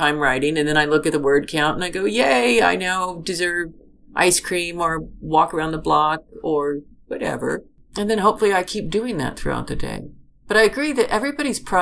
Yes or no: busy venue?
no